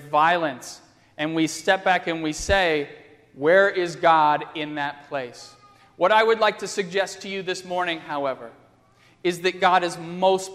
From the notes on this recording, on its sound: on Sunday, October 4, 2015, at First Presbyterian Church of Arlington Heights, Illinois.